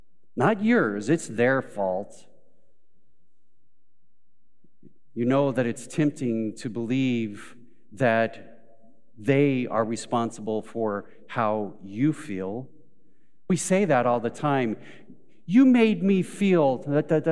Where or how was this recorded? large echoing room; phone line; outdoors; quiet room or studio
large echoing room